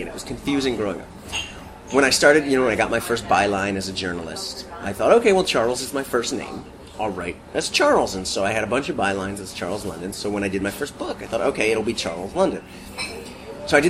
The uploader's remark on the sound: I decided to take the subway to Brooklyn and meet with him face-to-face in a coffee shop. I found it liberating to be unchained from an Internet connection, which has been known to fail mid-conversation.